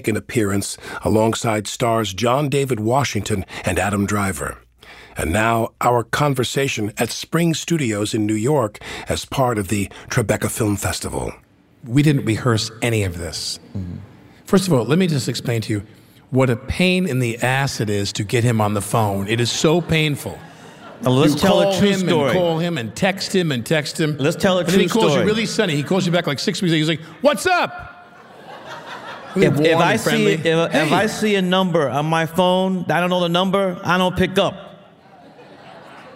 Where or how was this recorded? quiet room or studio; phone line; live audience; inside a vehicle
live audience